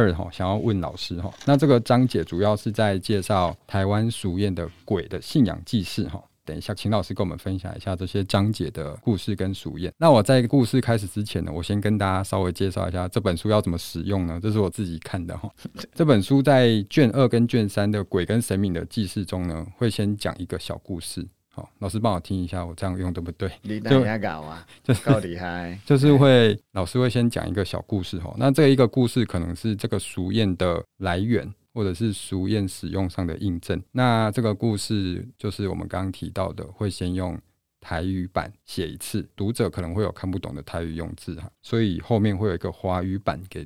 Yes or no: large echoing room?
no